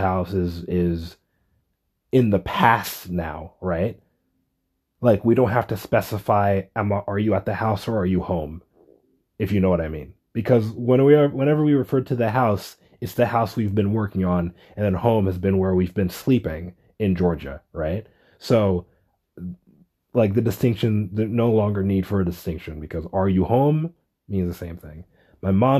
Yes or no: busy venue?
no